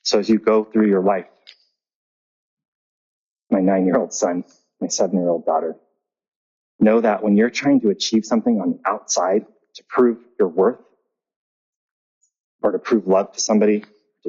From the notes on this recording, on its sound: Please forgive the audio quality.